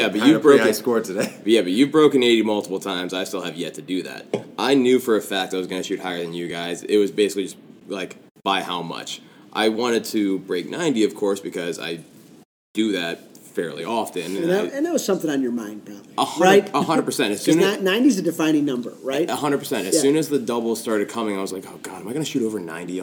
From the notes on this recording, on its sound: LIVE from the PGA Show.